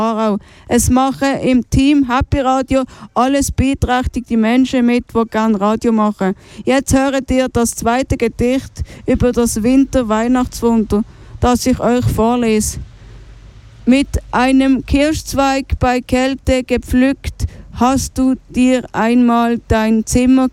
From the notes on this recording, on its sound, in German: Live vom Weihnachtsmarkt Aarau. Die Redaktion Happy Radio sendete eine Stunde live vom Weihnachtsmarkt.